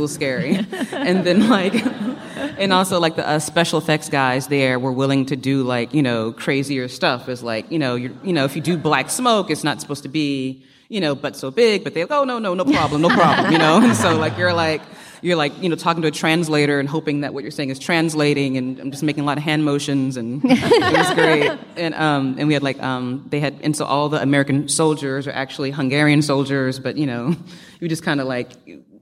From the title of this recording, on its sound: Live From Toronto Edition